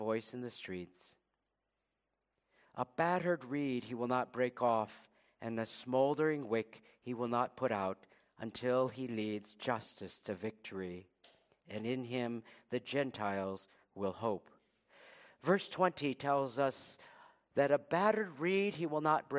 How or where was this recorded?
large echoing room